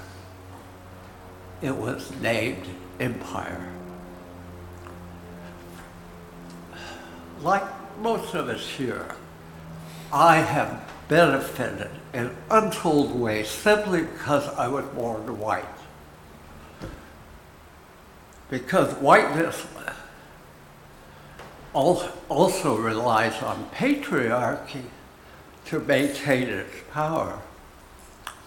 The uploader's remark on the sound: Recorded at Auckland Unitarian Church 23rd July 2023